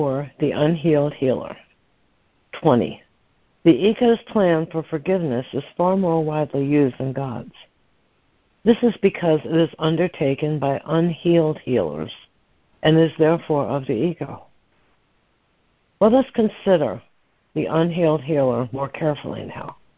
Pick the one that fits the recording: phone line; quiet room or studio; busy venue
phone line